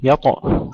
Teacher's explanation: قلقلة الطاء مع تفخيمها